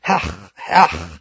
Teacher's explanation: the words hach hach especially with the guttural het sound of the Sephardi pronunciation, sounds essentially exactly like what it is.